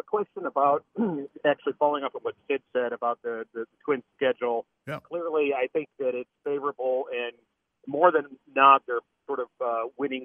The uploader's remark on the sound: take phone calls